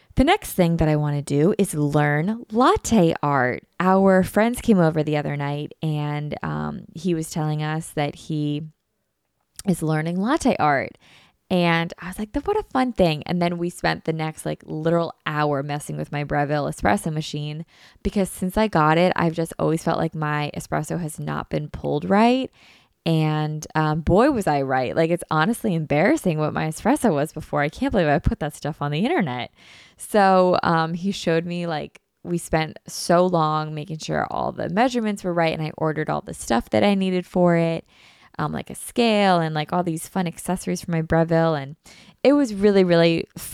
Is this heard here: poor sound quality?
no